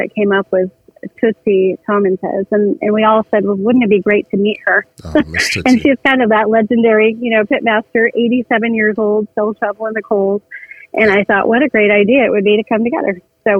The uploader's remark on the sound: This episode features the very first in-studio guest. We get a call.